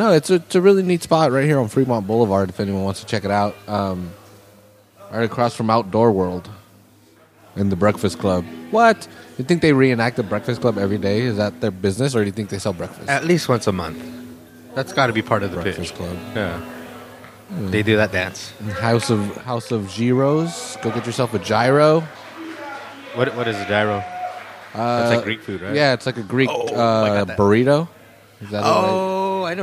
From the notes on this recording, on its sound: Seaside Open Mic. This episode was recorded at the Press Club in Seaside. They are hosting a monthly open mic every first Friday of the month so we went to check out the first one of the year.